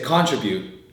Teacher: we've emphasized the first syllable, it's not the second syllable.